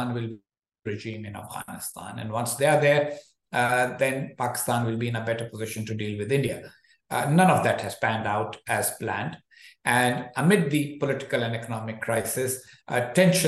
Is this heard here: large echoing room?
no